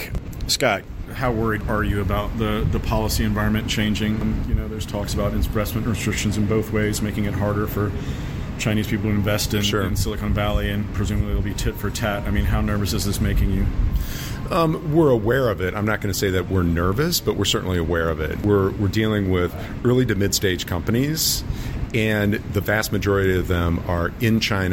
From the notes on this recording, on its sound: Hits the RISE tech conference in Hong Kong and hears pitches on vegan cryptocurrency, fog computing and big data for shrimp farmers.